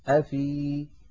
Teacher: أما لو وقفنا فلم يلتقي ساكنا فيعود المحذوف، فنقول أفي بإثبات الياء. هذا إن كان الساكن الأول حرف مد.